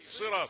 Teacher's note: الصاد مفخمة في الدرجة الأخيرة